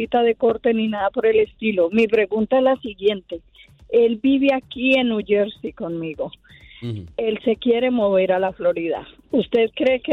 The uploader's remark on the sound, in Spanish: Llamadas del publico.